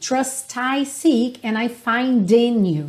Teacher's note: o T final do trust e o D do find estão bem marcadinhos mesmo